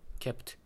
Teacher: 破裂させずに kept っていうふうに唇は閉じるだけみたいな kept 閉鎖させるだけっていう発音